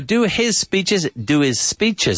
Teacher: certainly the H is completely silent